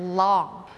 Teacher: ลิ้นเรามันจะออกมานิดนึงแล้วมันก็ไปแตะข้างหน้า